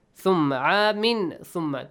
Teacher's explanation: إِخْفَ، hide the sound of the noon. تَنْوِين عَامٍ produce the sound.